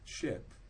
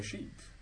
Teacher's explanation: the merging of ih and e into a single group of e · Shown in: second take